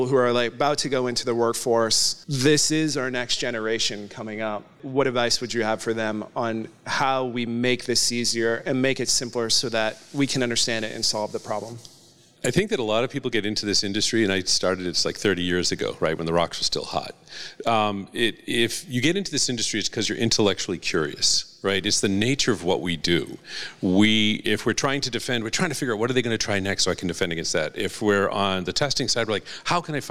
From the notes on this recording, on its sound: Took to the stage at the Northeast Collegiate Cyber Defense Competition (NECCDC), hosted at Champlain College, where they presented an episode of PWNED in front of a live audience.